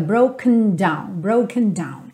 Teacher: A sílaba tônica é a primeira, então naturalmente a tendência da palavra é realmente a ir murchando depois da sílaba tônica